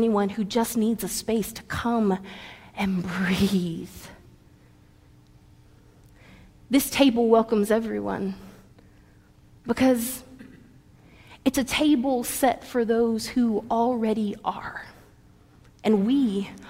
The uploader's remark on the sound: preached during our 11:00 service on Sunday